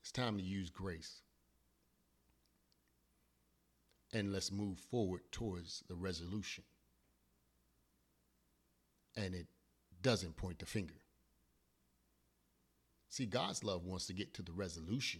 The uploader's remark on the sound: Forgive the volume, I had technical difficulties.